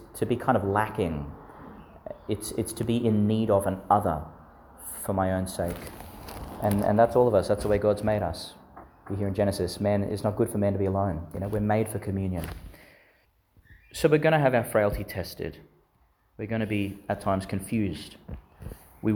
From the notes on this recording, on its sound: Homily for the Twentieth Sunday in Ordinary Time, delivered in St Peter Chanel Church, Miriam Vale, Qld.